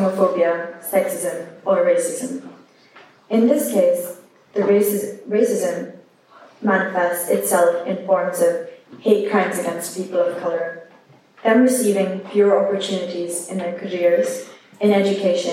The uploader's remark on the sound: A recording of the Diversity and Inclusion group's chapel speech on Anti-Racism.